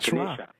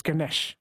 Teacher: They delete the A's. So the A at the end is pronounced like a schwa · Shown in: first take